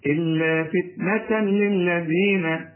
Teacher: وبعد التنوين لام ما تغنش، إدغام كامل بدون غنة، إلا فتنة للذين، طلع لسانك في كل ذلك.